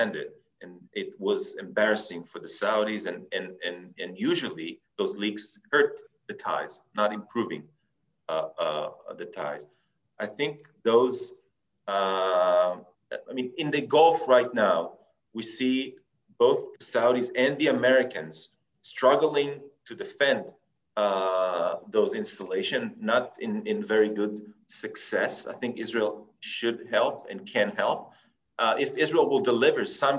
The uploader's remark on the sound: In this webinar, a panel of prominent experts will assess the current state of affairs.